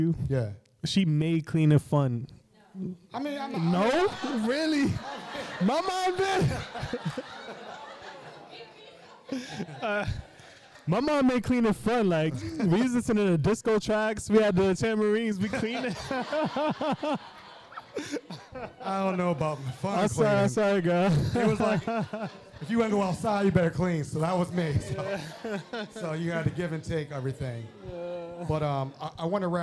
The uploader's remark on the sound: In our first live show at the Baltimore Peninsula. The episode was taped in front of a sold-out audience in the Penthouse Suite at the Baltimore Peninsula.